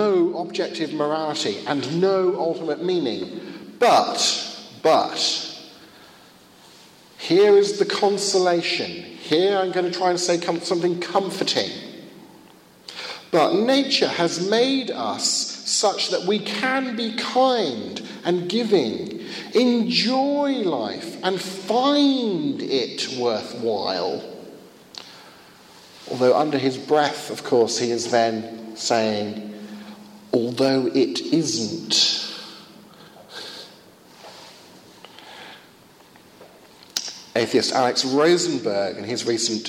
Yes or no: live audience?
yes